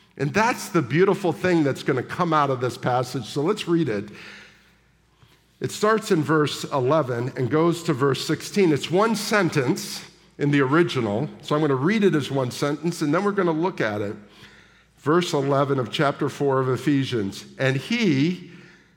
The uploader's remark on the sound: At the July 16, 2023 Sunday morning services of Boca Raton Community Church in Boca Raton, Florida.